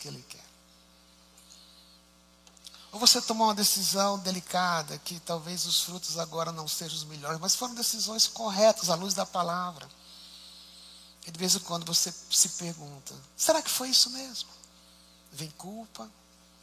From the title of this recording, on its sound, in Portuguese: Culto ao vivo IBMorumbi